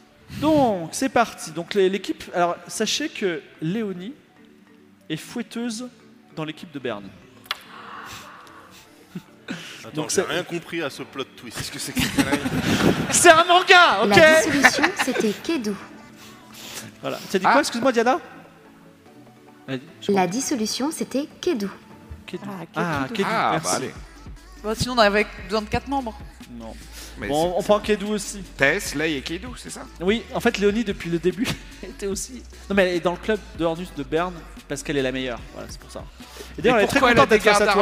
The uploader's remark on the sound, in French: L’équipe Game of Rôles est reçu par Polymanga pour faire, en public.